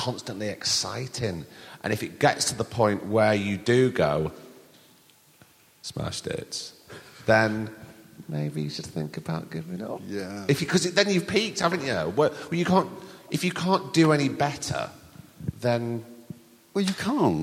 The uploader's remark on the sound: We've got a recording of a live show for you this week. We went down to the York Theatre Royal and had a wonderful evening with a bunch of lovely people.